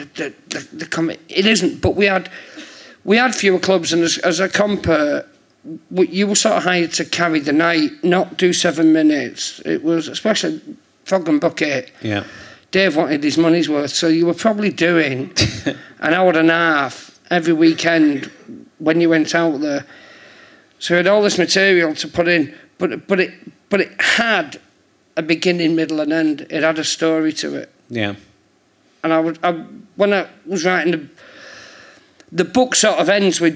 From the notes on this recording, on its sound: Leicester Square Theatre Podcast. Giving away a prize to a lucky audience member.